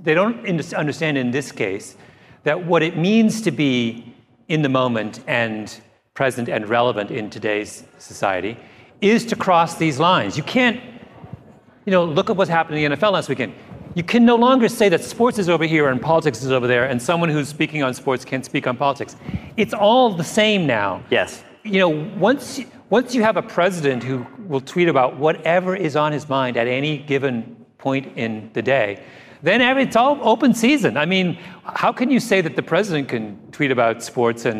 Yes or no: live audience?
yes